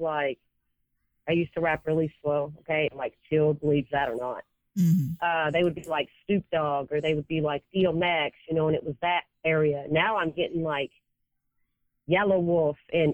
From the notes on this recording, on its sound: I recently sat down for a telephone interview